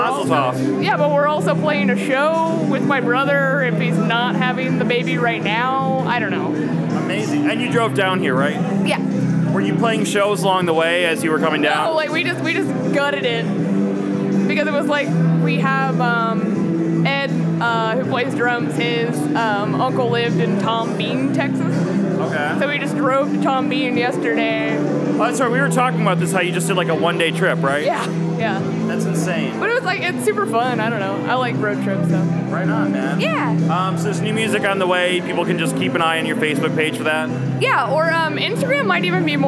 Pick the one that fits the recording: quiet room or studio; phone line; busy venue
busy venue